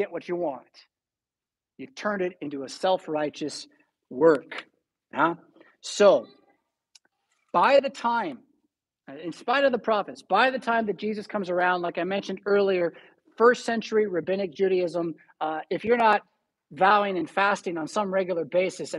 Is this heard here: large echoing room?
yes